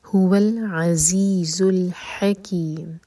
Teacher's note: عين حلق سے اور اس کے بعد زا پر بزنگ ساؤنڈ